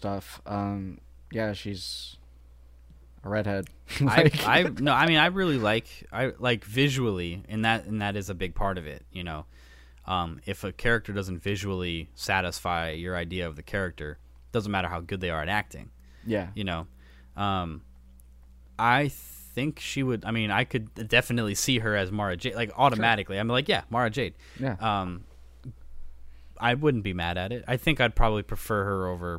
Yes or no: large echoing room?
no